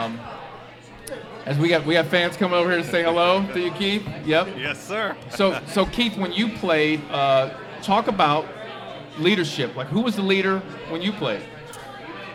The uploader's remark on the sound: Live at Mio's